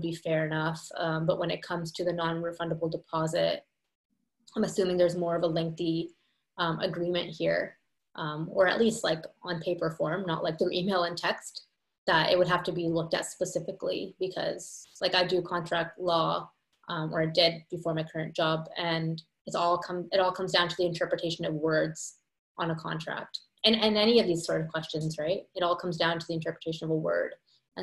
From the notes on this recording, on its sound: 1 Hour Q&A Webinar. Today we did a live Q&A session.